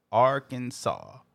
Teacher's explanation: Arkansas is pronounced one way and only one way. Three syllables with the accent on the first and the last syllable.